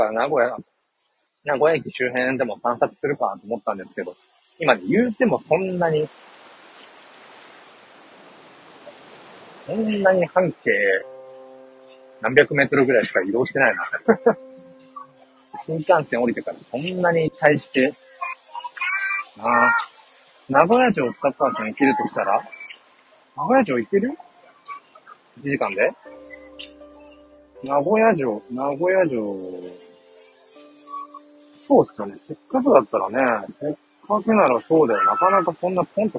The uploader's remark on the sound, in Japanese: Live 人生初の名古屋駅周辺を散策中Ⅱ。